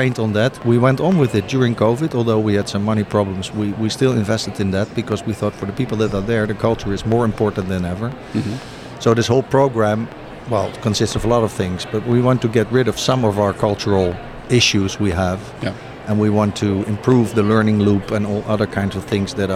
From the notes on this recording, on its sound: Live at WEC22. Live from Meeting Professional's World Education Congres 2022 in San Francisco.